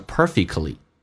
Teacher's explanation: 这个单词 T 不要发音，你要记住啊，在美式发音当中三个辅音排列中间是不用发的